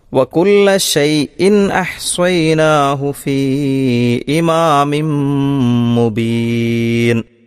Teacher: കുല്ല ഷൈഇൻ എന്ന് പറയുന്നിടത്ത് ആ തൻവീനിനെ വ്യക്തമാക്കി തന്നെ പാരായണം ചെയ്യണം. അതിനുശേഷം ഹംസയാണ് വന്നിട്ടുള്ളത്.